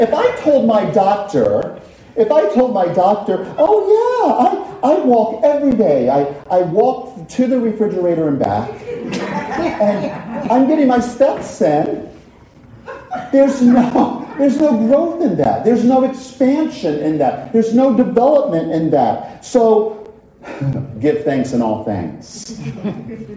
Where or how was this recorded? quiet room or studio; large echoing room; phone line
large echoing room